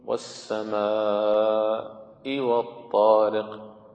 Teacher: يقف قبل الهمزة حتى يخرجها بتحقيق، بتحقيق أكبر · Term: تحقيق الهمزة